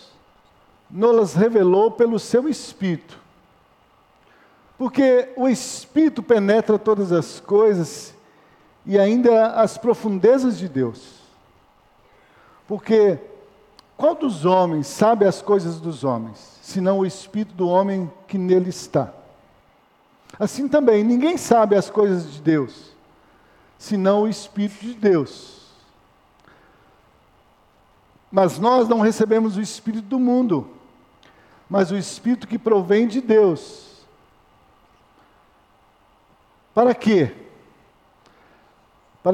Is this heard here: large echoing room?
yes